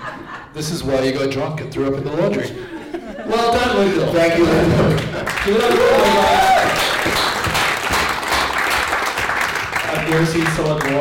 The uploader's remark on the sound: This was recorded live in front of an audience at our beloved ComedyHaus in Zurich. Fucked up the audio a bit so with some help from down-under this is now half way listenable (we think).